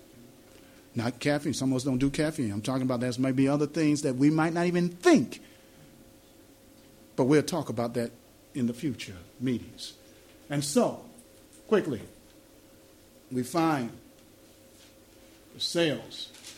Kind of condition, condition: setting, live audience